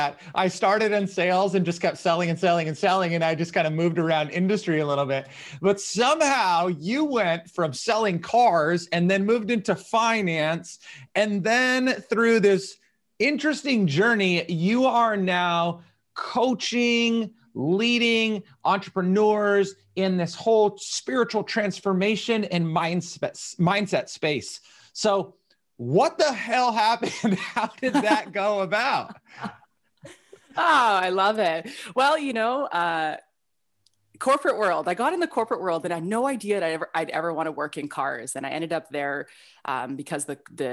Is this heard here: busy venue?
no